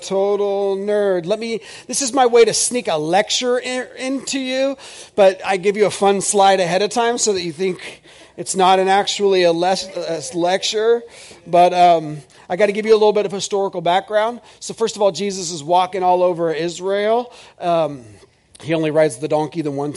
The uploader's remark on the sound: This is audio ripped from the Live Service video.